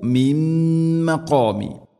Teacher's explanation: നൂനിനെ മീമിലേക്ക് കൂട്ടിലയിപ്പിച്ച് മണിച്ചുകൊണ്ട് ഉച്ചരിക്കണം